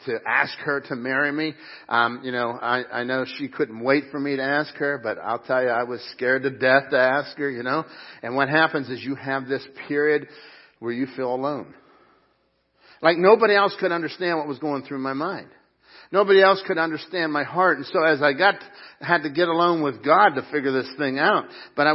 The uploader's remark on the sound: Crossroad Ministries Live Service